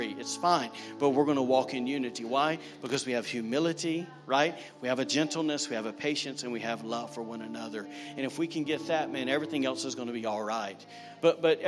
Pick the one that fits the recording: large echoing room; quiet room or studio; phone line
large echoing room